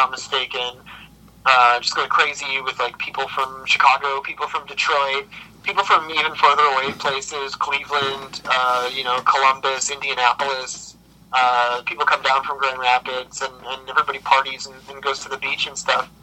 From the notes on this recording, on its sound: A sweltering May day in Michigan gets even hotter. Via phone in Grand Rapids, Michigan and Holland, Michigan.